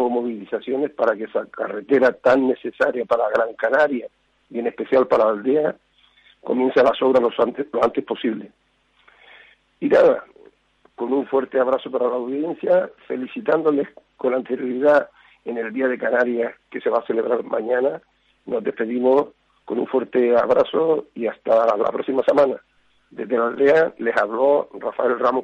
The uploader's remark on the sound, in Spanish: Cuenta con la importante participación de los oyentes que llaman por teléfono para denunciar casos significativos o para alertarnos de noticias que suceden al instante. También se suelen recibir algunas llamadas de canarios u otras personas residentes en la geografía peninsular y en distintos países extranjeros que nos escuchan a través de Internet.